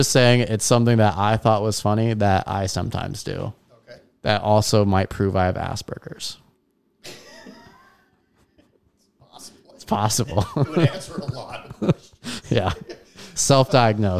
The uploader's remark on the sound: Yes I know the audio is not good. Wasnt talking into the mic do to me not telling him.